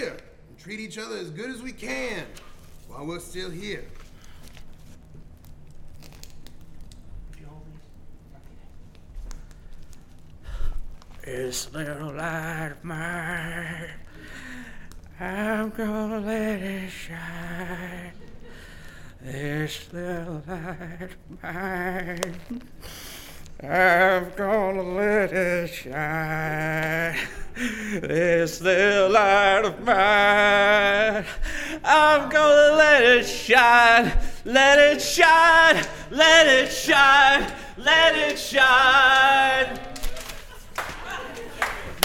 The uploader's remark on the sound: Performed live at The Highland Inn Ballroom in Atlanta Georgia on October 5th and 6th, 2015.